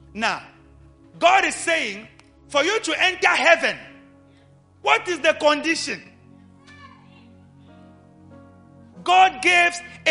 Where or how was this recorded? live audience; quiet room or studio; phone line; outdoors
live audience